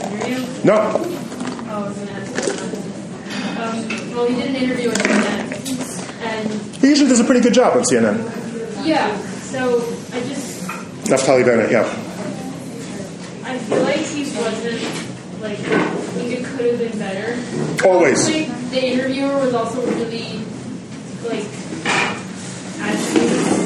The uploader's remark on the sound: Recorded his class at Midreshet HaRova. Recorded live in a classroom, the sound quality may not be quite the same as usual. Repeated questions from students, so if you have trouble hearing them it will be made clear.